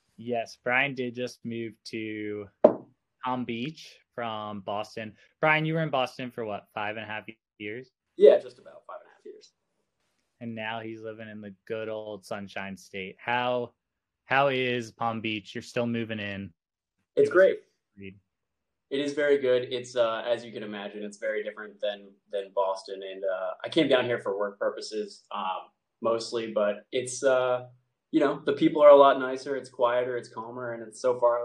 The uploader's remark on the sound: Apologies for any technical deficiencies in the recording. I used a new recording tool and ran into some issues.